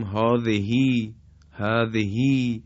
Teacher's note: تنها در یک کلمه هست، اونم کلمه هاذهی. با وجود اینکه های آخر اون جوهری است، با این حال به اشباع خونده میشه